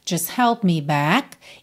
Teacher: E a gente não ouve o T, né? Não fica just help, sim?